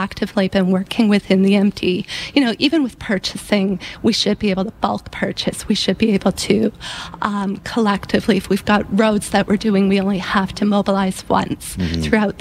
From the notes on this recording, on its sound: Join us as we broadcast live from the Bomber Command Museum of Canada in Nanton, Alberta.